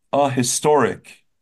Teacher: And there's no reason to say an historic if you're saying, if you're pronouncing the H, it'd be a historic, not an historic.